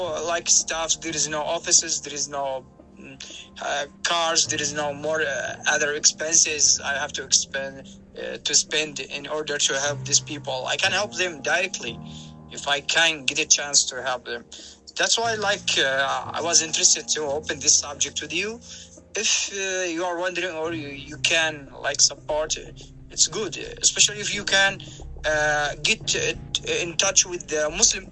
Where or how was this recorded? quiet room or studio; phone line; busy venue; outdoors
phone line